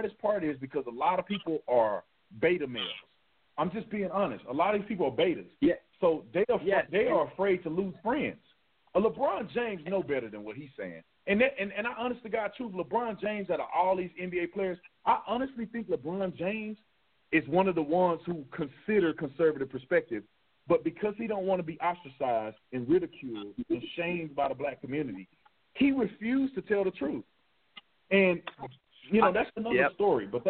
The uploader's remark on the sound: calls